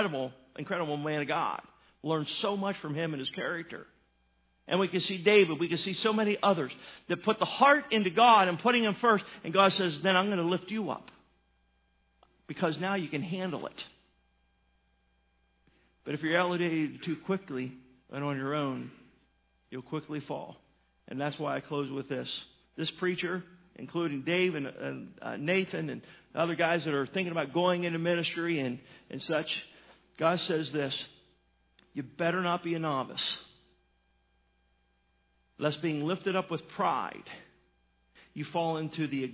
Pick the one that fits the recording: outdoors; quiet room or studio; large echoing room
large echoing room